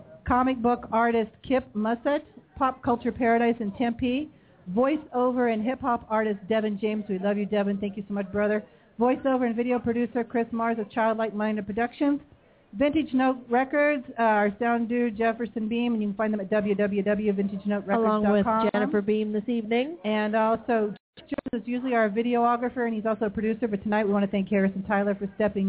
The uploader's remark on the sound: LIVE from the Ice House on Thomas Rd.